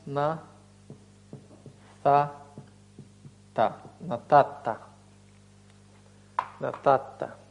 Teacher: Но нун, оказавшись без собственной гласной, бок о бок с другой согласной, она ассимилируется. · Term: ассимиляция с удвоением